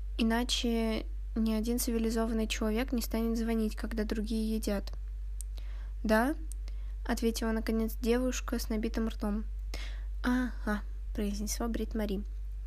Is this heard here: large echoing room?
no